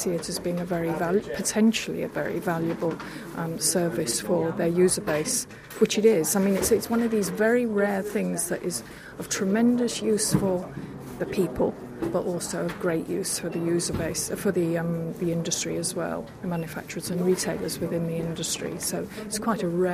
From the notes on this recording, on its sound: Friedrichshafen Outdoor Show. Recorded at the 2012 Outdoor Show in Friedrichshafen. An overheard conversation in the press room.